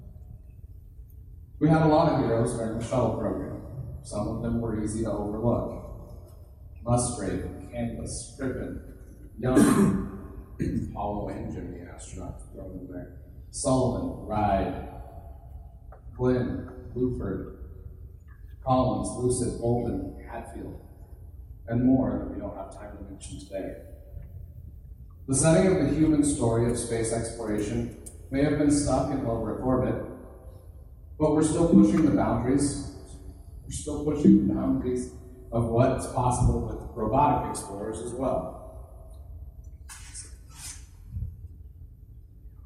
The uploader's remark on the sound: Thanks to everyone that came out to the event. In a live setting in front of people.